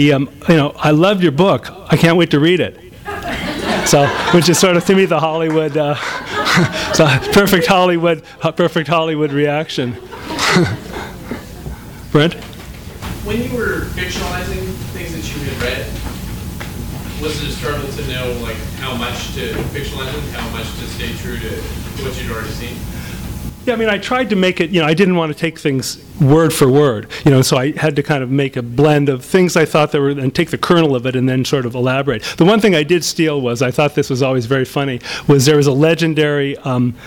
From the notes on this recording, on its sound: THIS EVENT WAS RECORDED LIVE AT SKYLIGHT BOOKS NOVEMBER 4, 2010.